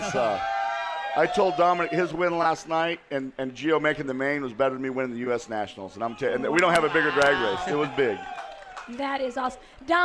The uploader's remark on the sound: Winged Nation Live from the 5-hour ENERGY Knoxville Nationals